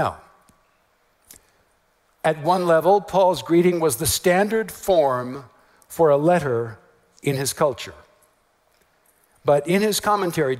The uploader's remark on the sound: message at TGC's 2018 West Coast Regional Conference